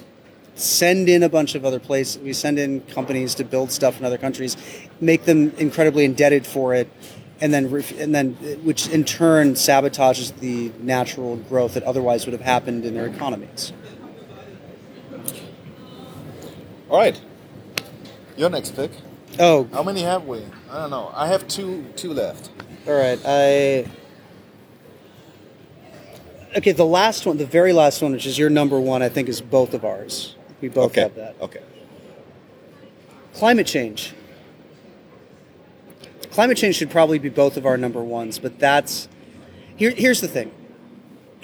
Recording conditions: busy venue